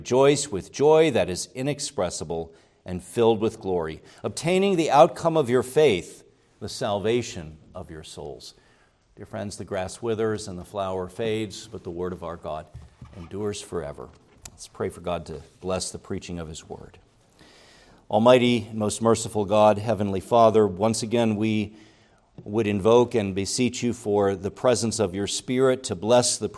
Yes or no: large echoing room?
yes